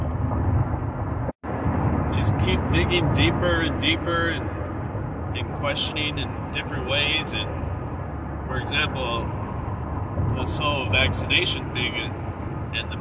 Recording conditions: inside a vehicle